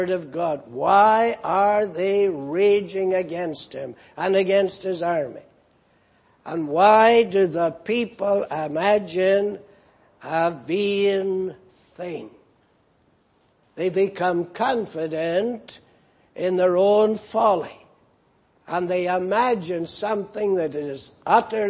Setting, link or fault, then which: setting, large echoing room